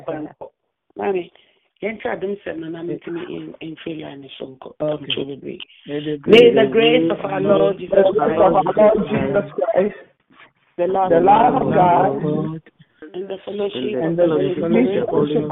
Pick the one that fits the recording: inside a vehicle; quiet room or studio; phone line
phone line